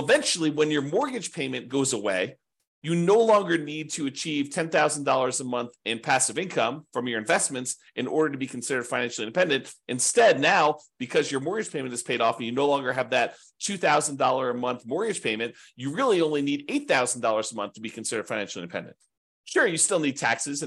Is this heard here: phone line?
no